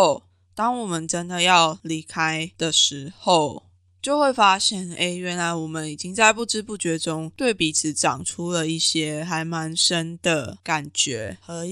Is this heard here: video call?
no